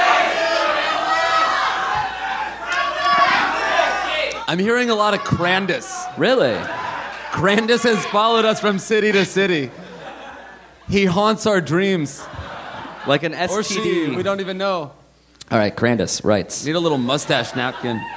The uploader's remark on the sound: Live from Montreal!